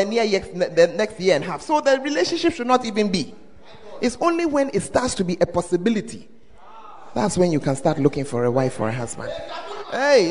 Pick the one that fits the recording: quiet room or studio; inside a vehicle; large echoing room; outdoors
large echoing room